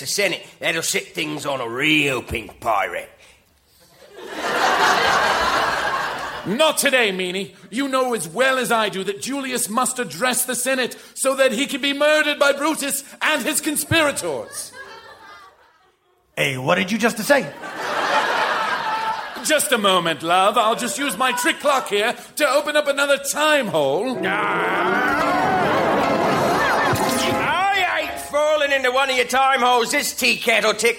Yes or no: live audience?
yes